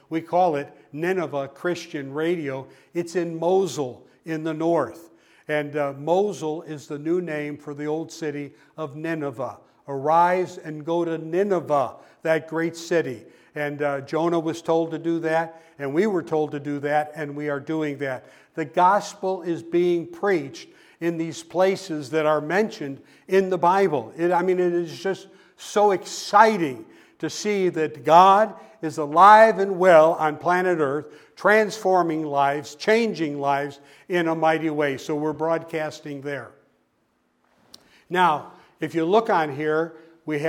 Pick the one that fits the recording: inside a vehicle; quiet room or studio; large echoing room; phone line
large echoing room